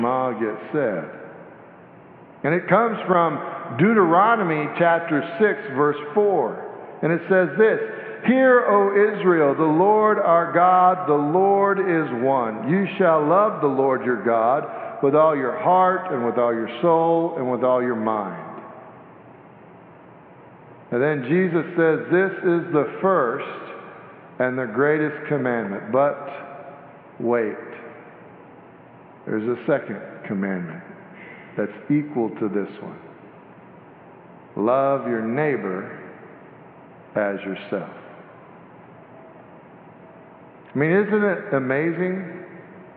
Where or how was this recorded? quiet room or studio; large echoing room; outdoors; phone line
large echoing room